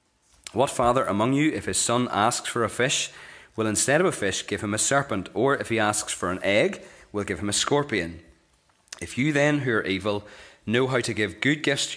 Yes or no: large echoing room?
yes